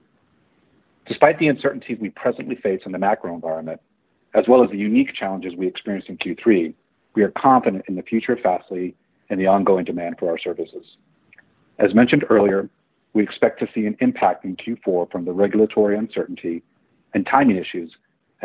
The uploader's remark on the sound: Q3 2020 Earnings Conference Call